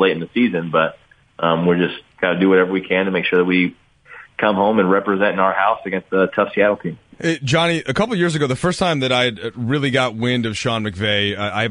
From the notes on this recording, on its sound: called in to chat